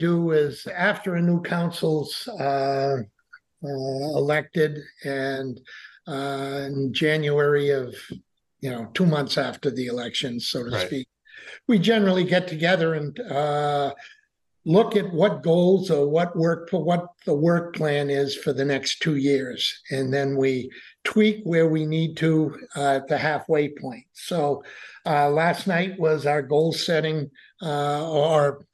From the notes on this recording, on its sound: We had our conversation via the Zoom Conference Bridge on Friday, January 5, 2023.